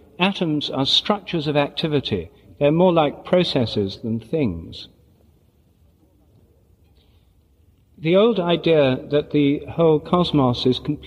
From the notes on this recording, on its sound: Recorded in Munich in 1992 at the Benedictine Abbey of St Boniface on September 29, the feast of St Michael and All Angels. Recorded in Munich at the Benedictine Abbey of St Boniface, on September 29th, 1992.